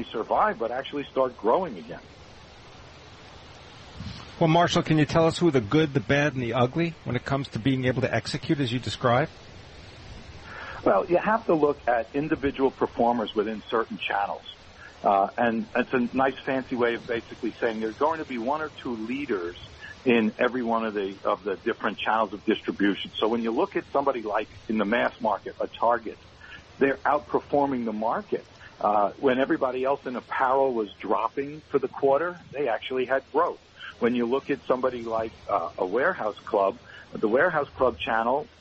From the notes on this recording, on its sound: Broadcasting live from Elbow Beach Bermuda.